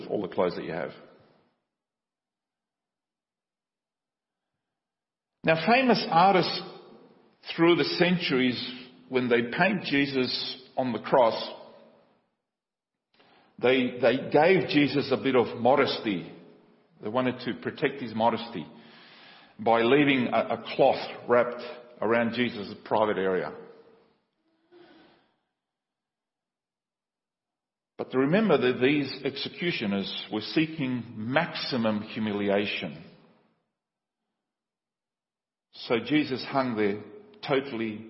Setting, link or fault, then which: setting, large echoing room